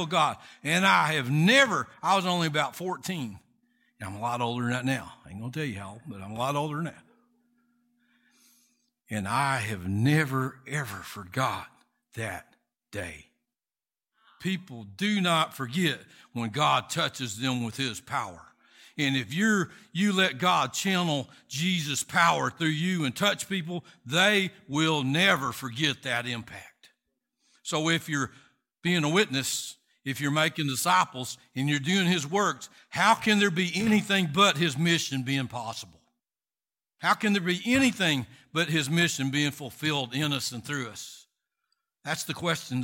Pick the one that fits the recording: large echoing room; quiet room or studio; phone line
large echoing room